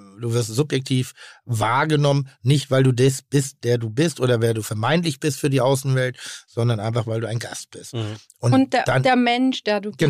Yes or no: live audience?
no